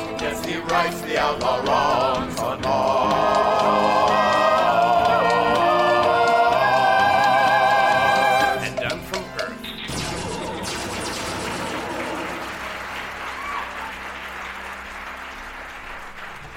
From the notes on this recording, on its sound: Recorded Live 10/3/2010 at Largo, Los Angeles.